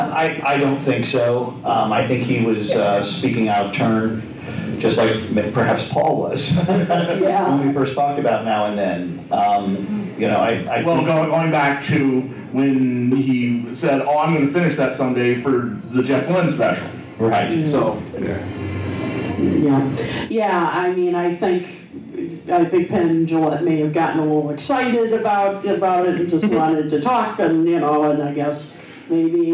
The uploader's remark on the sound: Live-ish from the Fest for … Fans, Chicago. A very special live edition of When They Was Fab.